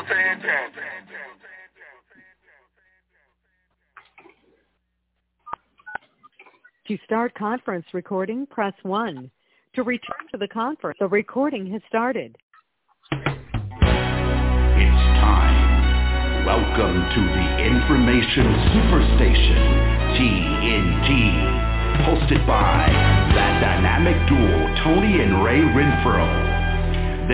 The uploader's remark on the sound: TNTSuperfantastic Conference Call